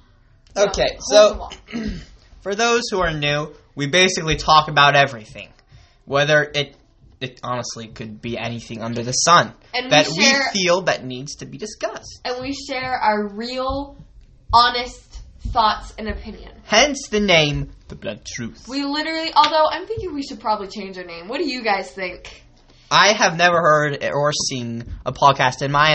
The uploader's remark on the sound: we are sorry for the audio quality in this intro, the mic's were doing weird things.